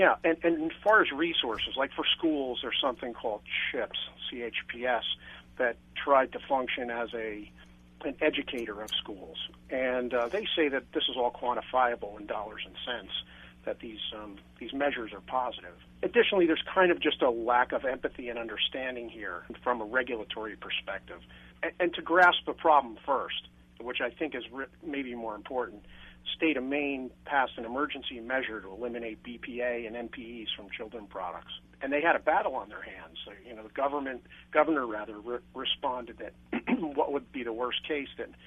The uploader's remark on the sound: call in for this segment.